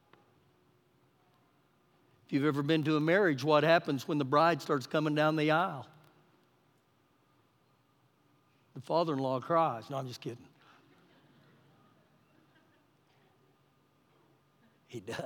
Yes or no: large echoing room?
yes